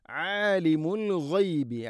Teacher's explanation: ആലിം ഐൻ തൊണ്ടയുടെ മധ്യഭാഗം. ആലിമുൽ ഗൈബി അൽ ഗൈബ് ഗൈൻ, ആലിമുൽ ഗൈബി ഗൈൻ തൊണ്ടയുടെ മുഗൾ ഭാഗമാണ്.